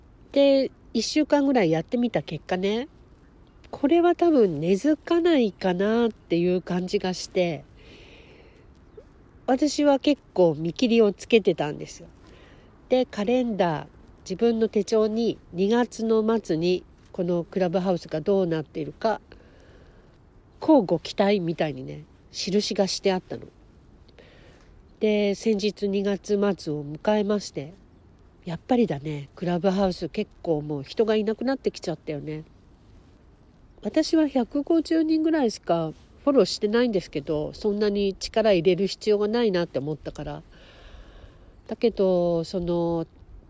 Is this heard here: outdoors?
yes